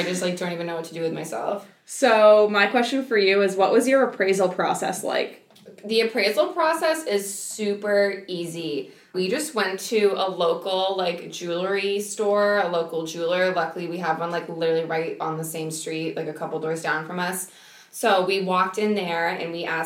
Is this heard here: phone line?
no